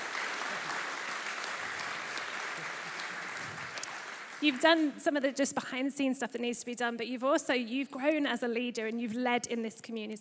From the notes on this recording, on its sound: This was recorded at Life Church Lancashire on 27th November 2022.